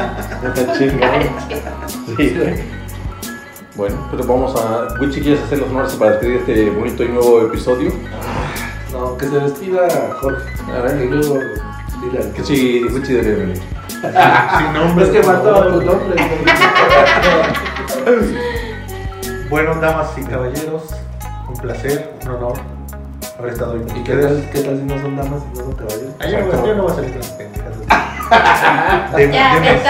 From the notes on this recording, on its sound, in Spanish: Episodio piloto trabajaremos en el audio.